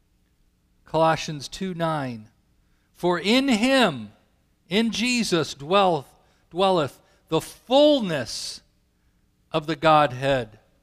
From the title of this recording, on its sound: Calvary Assembly of God live Stream